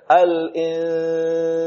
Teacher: bersamaan dengan kita mengeluarkan ghunnah, ghunnah dari khayshum, juga ada suara yang lirih, yang keluar dari mulut · Term: ikhfa